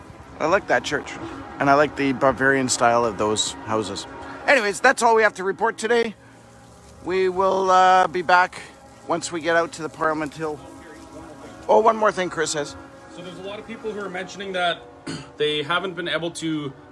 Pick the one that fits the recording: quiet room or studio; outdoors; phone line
outdoors